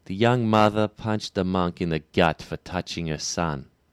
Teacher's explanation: The uh sound is very bright.